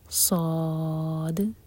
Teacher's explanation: یہ ہم 6 حرف کا لمبا کھینچیں گے، یہ ہے مد لازم